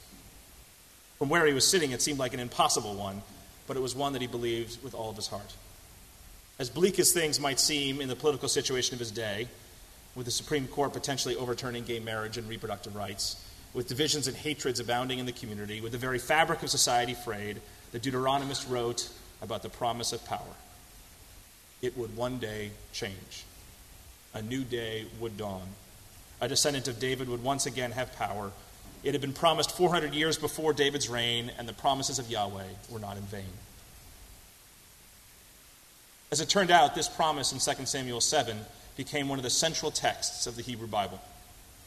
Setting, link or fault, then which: setting, large echoing room